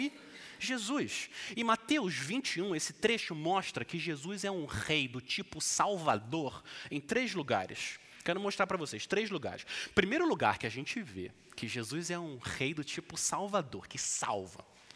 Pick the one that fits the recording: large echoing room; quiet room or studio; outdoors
large echoing room